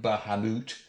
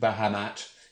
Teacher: The original pronunciation is the moot version, Bahamut, although the mat, Bahamat, is more common these days.